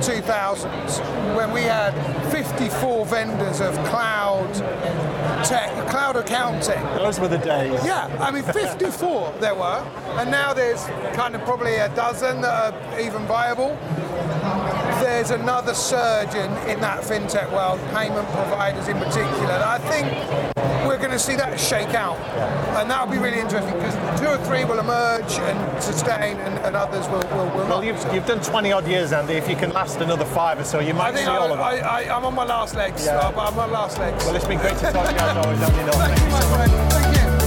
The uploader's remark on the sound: Live from Europe's Biggest Event 'Accountex'. Live interviews from Accountex 2022 in London. AIBN were the official broadcast partners of the event which featured the great and the good in the world of accounting and the many software/fintech vendors to the profession.